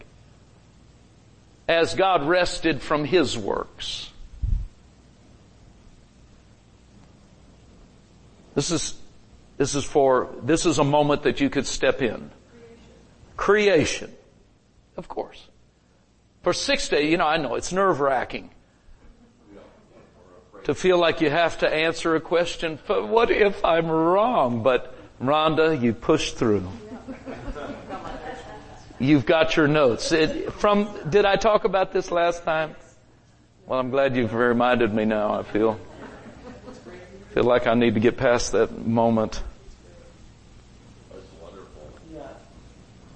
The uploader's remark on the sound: Recorded Live at Grace Harvest Church, Holiday, FL